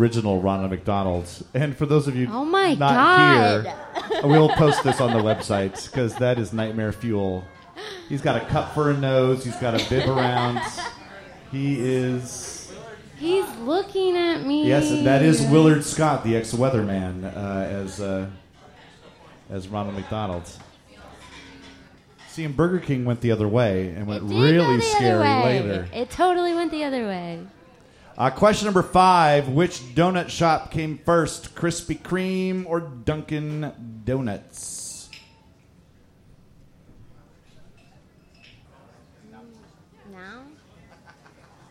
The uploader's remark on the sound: Live at the Skylark! Our first live episode!